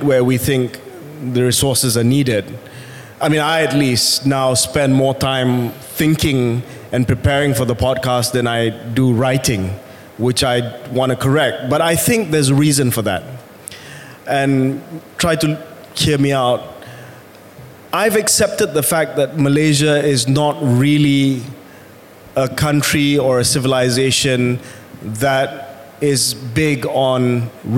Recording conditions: live audience